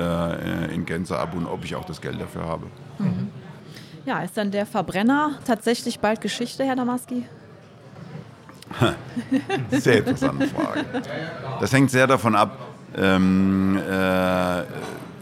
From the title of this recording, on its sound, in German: LIVE vom DIT 2023